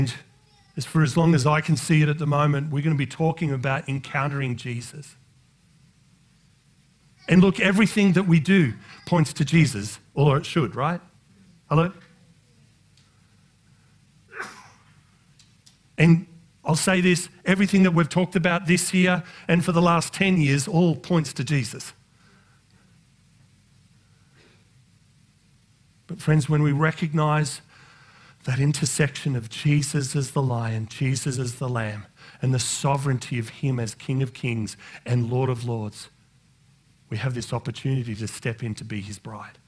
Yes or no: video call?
no